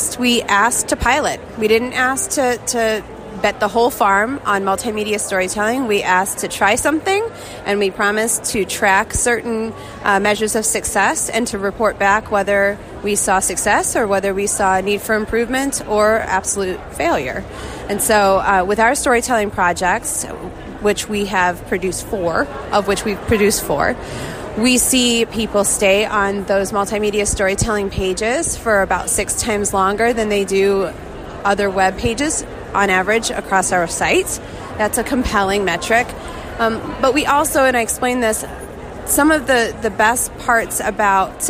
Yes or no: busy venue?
yes